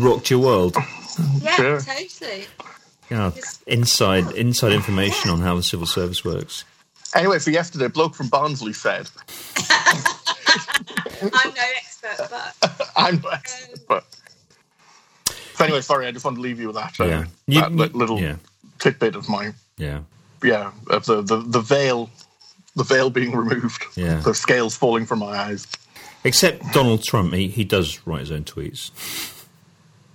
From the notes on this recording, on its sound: Sorry for the audio quality in this one, we had to record the skype stream directly.